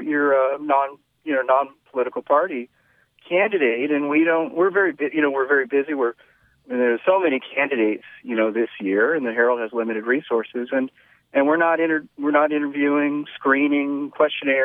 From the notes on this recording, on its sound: the studio guests are joined via phone